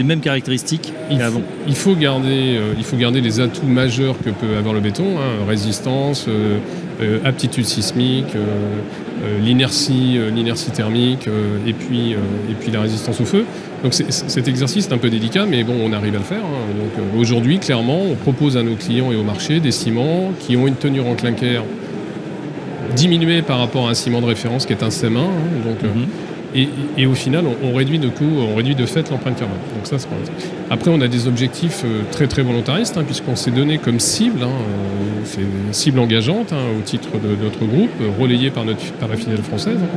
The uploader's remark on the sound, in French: Emission spéciale en direct de Batimat